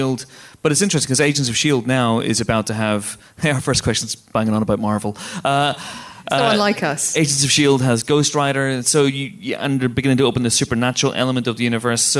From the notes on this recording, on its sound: a sold-out audience join us for a very special live podcast, direct from Empire Live at The O2 in London